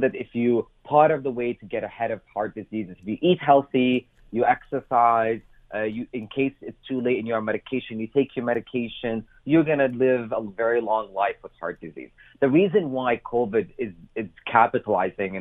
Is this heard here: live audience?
no